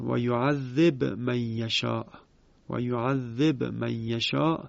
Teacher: ابن کثیر کلمه یعذب رو به اسکان خوانده است